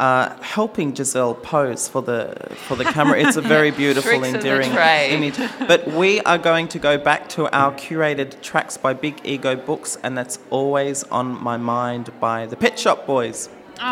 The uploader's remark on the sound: We broadcast live from Artspace for Volumes: Another Art Book Fair. Live broadcast from Artspace for Volumes: Another Art Book Fair.